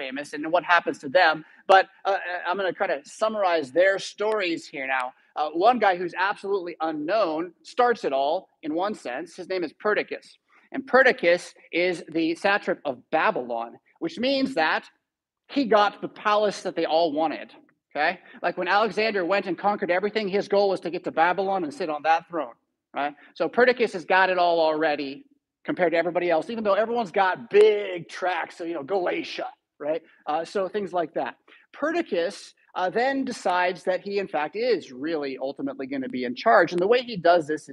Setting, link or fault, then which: setting, large echoing room